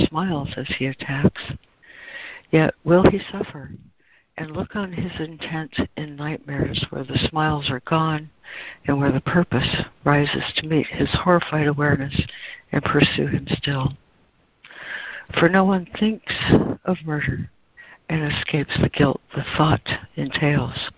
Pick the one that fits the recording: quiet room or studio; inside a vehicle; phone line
phone line